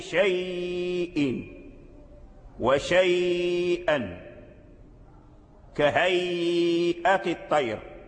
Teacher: هو الذي فرض بهذا الوجه، أي بوجه التوسط في هذه الكلمات، فنمد لورش مد التوسط في نحو شيء وشيئا كهيئة الطير